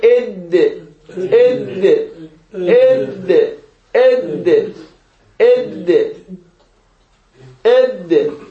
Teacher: على سبيل الفرض الدال طرف اللسان وأصول الثنايا العليا